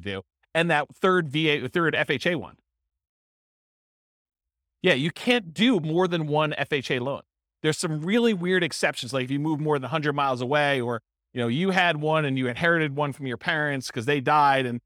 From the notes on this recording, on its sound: This was a live class recorded